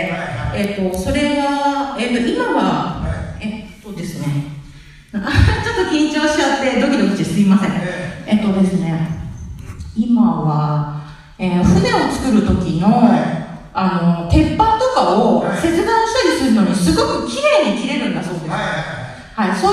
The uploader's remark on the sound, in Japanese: 緊急収録パート２。この講演会無料でした。音声があまりよろしくないです、ごめんなさい。